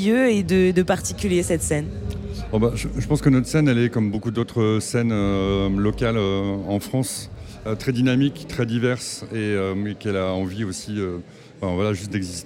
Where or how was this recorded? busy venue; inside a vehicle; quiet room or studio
busy venue